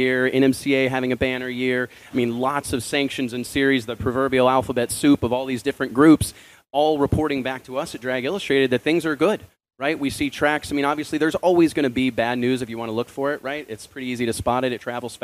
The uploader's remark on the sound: PRO Superstar Shootout Press Conference replay. The biggest names in motorsports gathered at the FloSports headquarters in Austin, TX to announce the historic PRO Superstar Shootout.